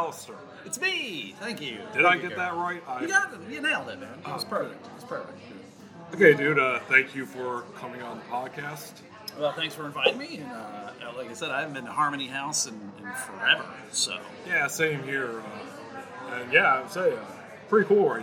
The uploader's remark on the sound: Recorded at Harmony Brewing Company in Grand Rapids, Michigan, on Sunday, October 20th, 2019.